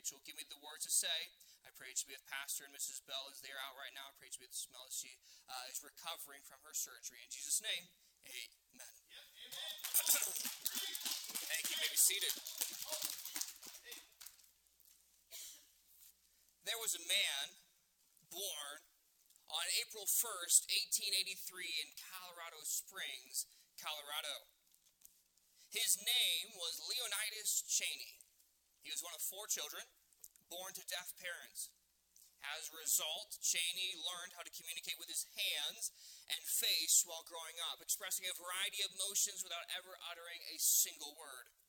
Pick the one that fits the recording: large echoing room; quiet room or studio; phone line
large echoing room